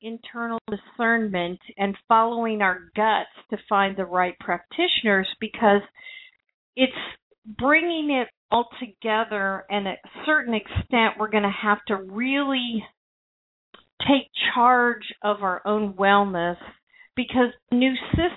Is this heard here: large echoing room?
no